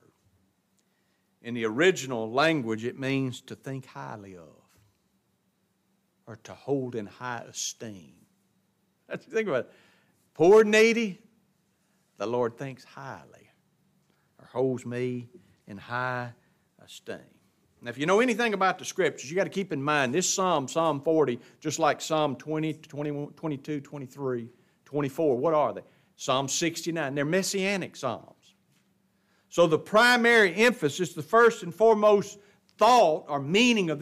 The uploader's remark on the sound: It was preached at Grace Baptist of Ruston Louisiana.